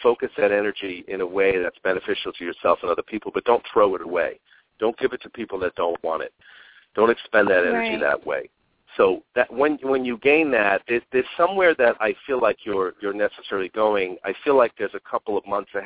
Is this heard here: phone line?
yes